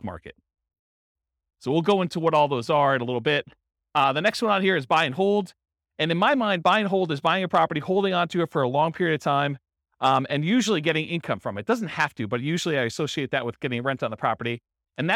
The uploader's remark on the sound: Real estate entrepreneurs in Lawrence, Kansas. This was a live class recorded. The live in-person version.